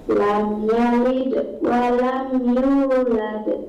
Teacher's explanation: lam yalid ada pantulan juga karena dia huruf dal berharokat sukun